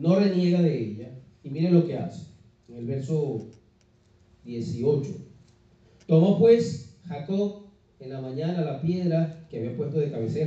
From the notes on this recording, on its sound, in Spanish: Fue grabada en mayo del 2019 en vivo en nuestra iglesia, Church of God Centro Cristiano Renacer.